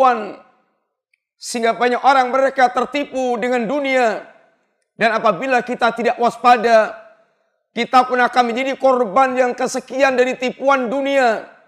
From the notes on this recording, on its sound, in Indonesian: Ini adalah rekaman live Khutbah Jumat.